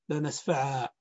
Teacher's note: فقوله لنسفعا بالناصية إذا وقفنا على الفعل نقف بقلب نون التوكيد الساكنة ألفا، فنقول لنسفعا.